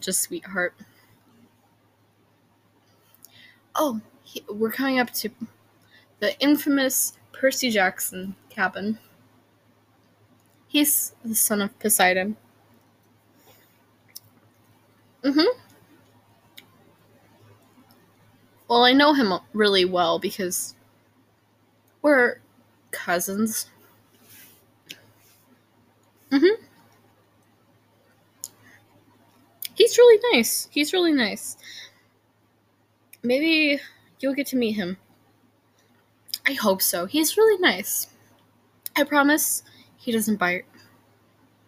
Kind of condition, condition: fault, sounds in the background